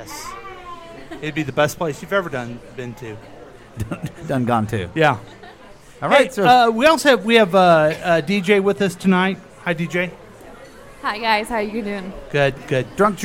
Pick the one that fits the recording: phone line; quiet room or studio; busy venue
busy venue